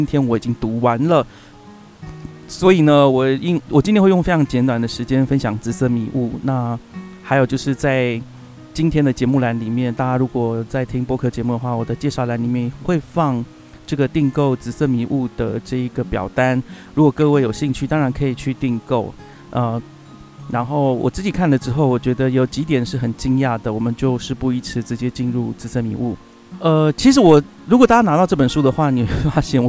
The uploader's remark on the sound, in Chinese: 本集的錄音室出走，前段在陽明山的小溪邊錄製，後段在柬埔寨的金邊市錄製。